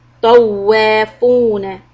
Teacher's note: طا is heavy and connect with the واو.